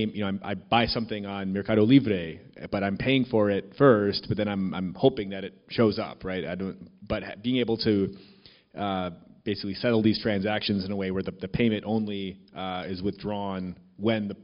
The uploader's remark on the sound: Onsite at Digital Finance Brazil. This episode was recorded live during a fireside chat. At the Digital Finance Brazil event. At the University of São Paulo.